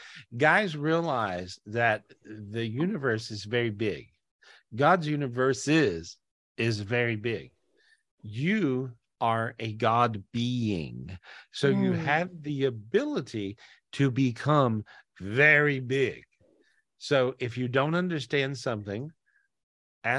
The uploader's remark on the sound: This was recorded LIVE on Zoom